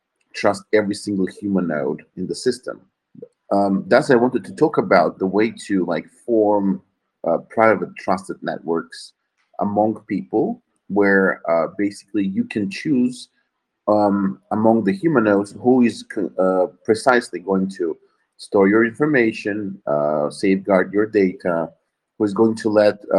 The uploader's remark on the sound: This is the recording of the Fireside talk which took place in Humanode telegram voice chat on September 22nd, 2021.